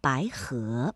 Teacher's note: 两个阳平相连，第一个要变成三四，第二个要保持三五。比如白河，这个白呢就读成了三四，不读满，不读白，而是白河。而两个去声相连，第一个音节变五三，第二个音节保持五一。比如入目，我们会感受到这个入啊并没有从五 · Term: 连接变调